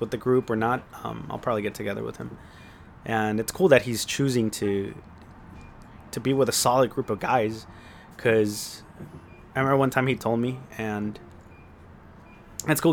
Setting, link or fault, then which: fault, sounds in the background